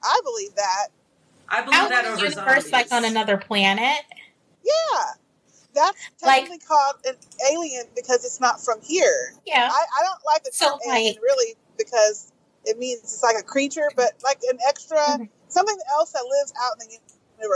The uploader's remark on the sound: Car-casting so please excuse the audio quality of this episode.